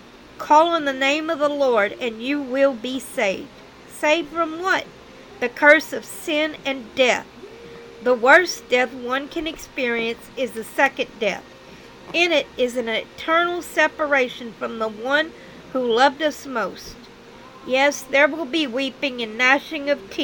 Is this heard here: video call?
no